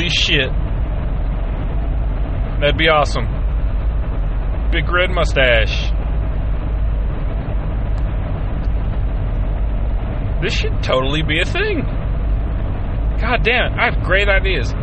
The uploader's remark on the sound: he is driving home from work and speaking his mind no filters and no interruptions